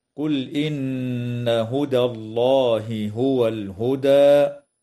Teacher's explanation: مع مراعاة إثبات الغنة بمقدار حركتين في النون المشددة من كلمة إن